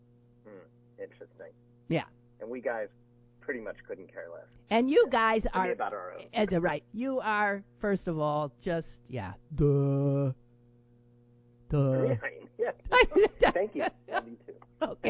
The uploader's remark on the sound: The phone lines are ringing on the show today.